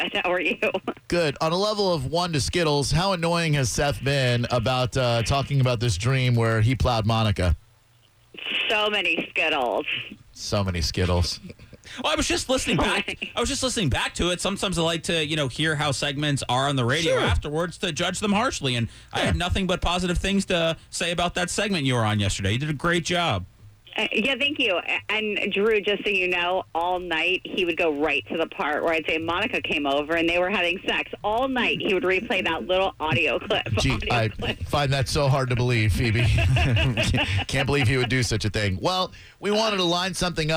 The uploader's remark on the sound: We had a Dream Expert on the phone